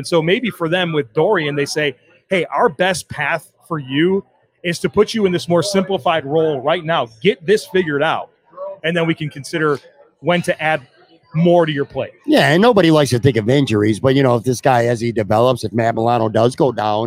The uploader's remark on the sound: Another installment of the "Live from Imperial" series. Live from Imperial Pizza in South Buffalo (1035 Abbott Road).